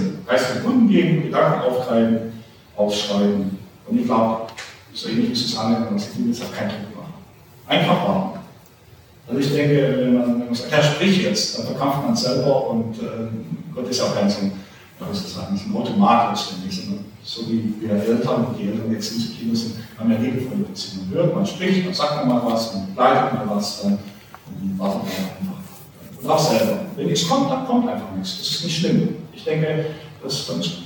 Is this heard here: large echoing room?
yes